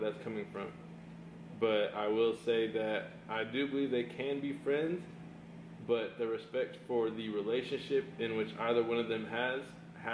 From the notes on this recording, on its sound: WE APOLOGIZE FOR THE COMPLETE SILENCE AND BACKGROUND NOISE WE ARE AT WORK SO THINGS HAPPEN